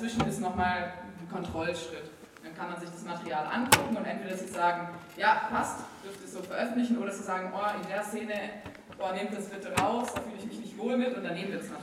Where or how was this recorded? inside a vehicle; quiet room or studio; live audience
live audience